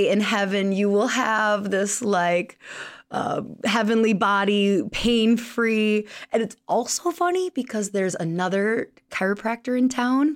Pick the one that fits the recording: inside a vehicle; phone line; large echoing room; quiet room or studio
quiet room or studio